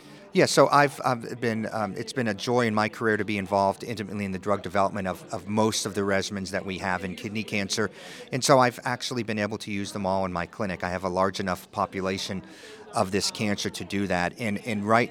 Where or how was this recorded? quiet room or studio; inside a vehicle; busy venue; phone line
busy venue